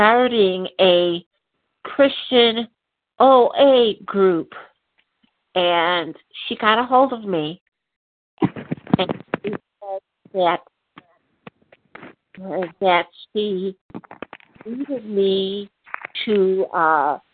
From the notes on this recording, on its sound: from the 100 Pounders Phone Meeting, 3/18/23